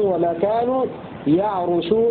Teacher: القرآن ابن عامر وشعبة بضم الراء بدلا من كسرها في لفظ يعرشون، دمرنا ما كان أصلاح فرعون وقومه وما كانوا يعرشون بضم الراء، هكذا يقرأ ابن عامر وشعبة هنا في سورة الأعراف.